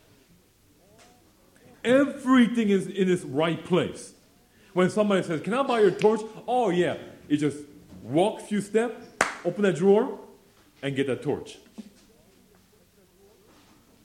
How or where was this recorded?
live audience